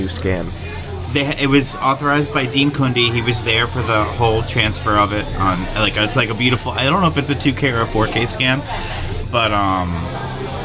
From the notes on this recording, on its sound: A special episode recorded partially live from The Office Lounge in New Jersey.